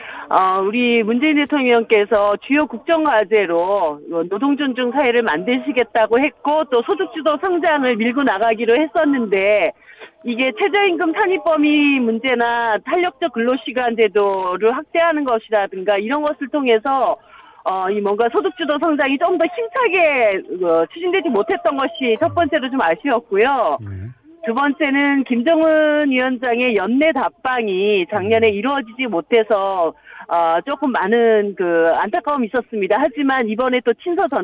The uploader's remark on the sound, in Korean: 릴레이 전화연결